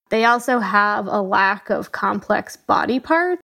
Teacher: the person was not asking a question, but their voice went up at the end, making it sound like a question · Term: uptalk